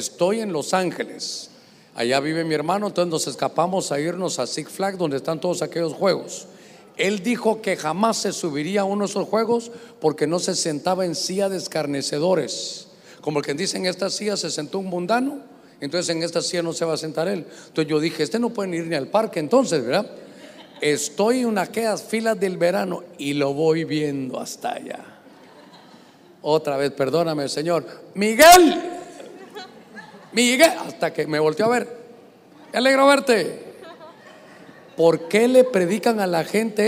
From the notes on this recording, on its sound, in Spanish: Este episodio fue grabado con público en Mass Experience evento por el 20 aniversario de radio Stereo Mass